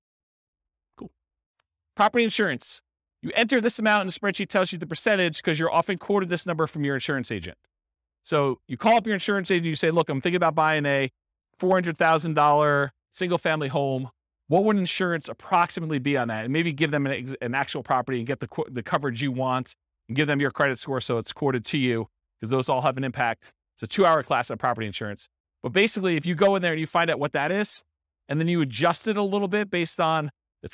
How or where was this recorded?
live audience